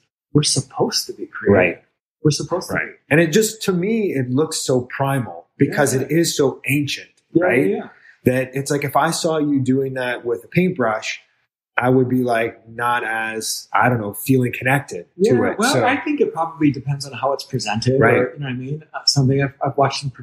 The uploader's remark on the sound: In his famed gallery on the doubly famed, Duval Street. The audio is a bit dodgy on this episode.